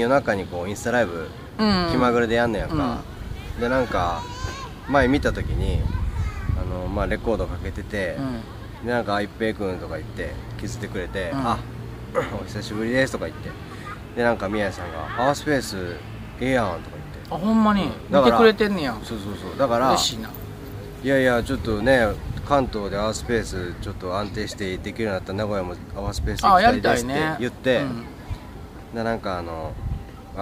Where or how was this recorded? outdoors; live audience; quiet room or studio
outdoors